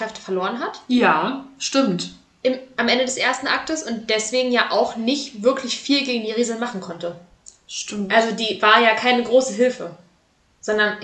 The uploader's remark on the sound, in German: Disclaimer: Die Audio wollte diese Folge einfach nicht mit uns kooperieren …